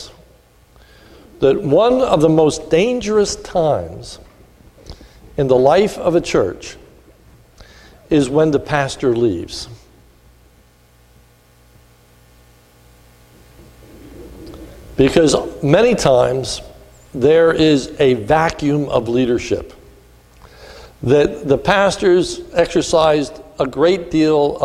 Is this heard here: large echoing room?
yes